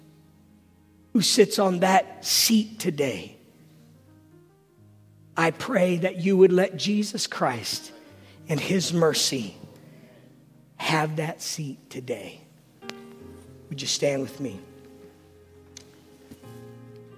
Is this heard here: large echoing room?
yes